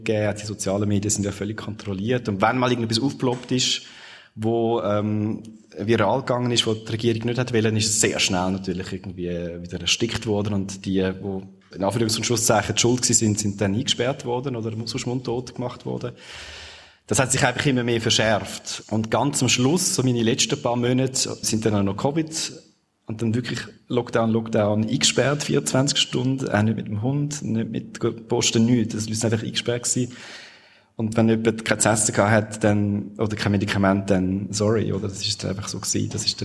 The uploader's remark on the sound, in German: Zum ersten Mal wird live vor Publikum aufgezeichnet. Im Rahmen des Korrespondent:inntentages im Radiostudio Bern.